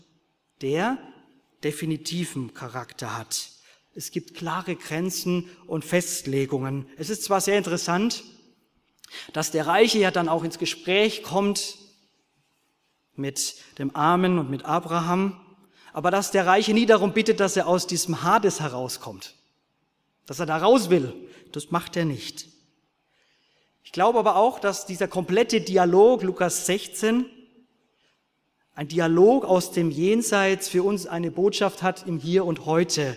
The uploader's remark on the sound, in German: aus dem Schwarzbrot-Gottesdienst der Missionsberg-Gemeinde (Liebenzeller Mission)